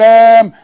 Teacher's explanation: اللام عايزين نمدها علشان نبعد عن الحرف الساكن